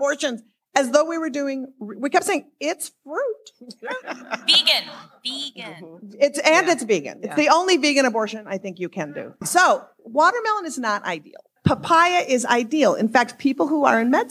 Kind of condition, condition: setting, live audience